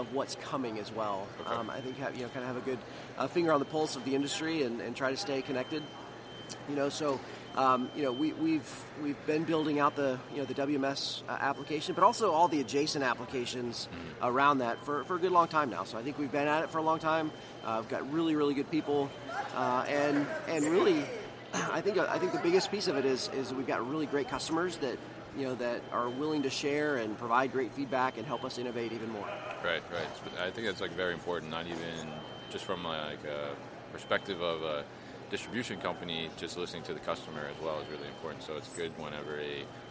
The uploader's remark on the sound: This was recorded at MODEX 2020.